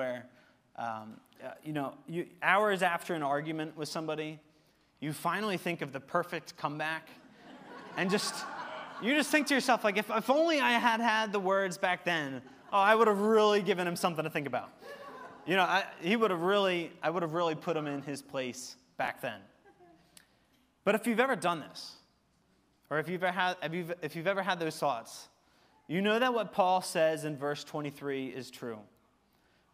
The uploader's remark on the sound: Recorded service from October 15, 2023.